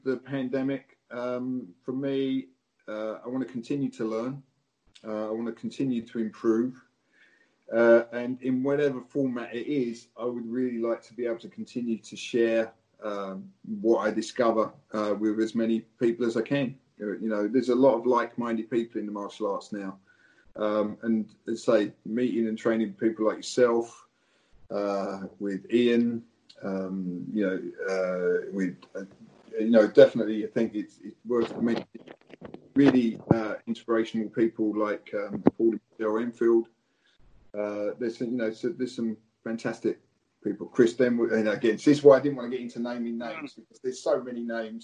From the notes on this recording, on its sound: We had some technical problems but in a true spirit of Karate we managed to overcome it.